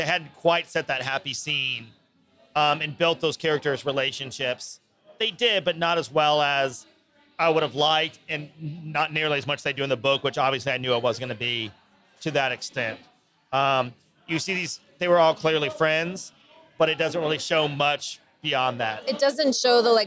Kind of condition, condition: setting, busy venue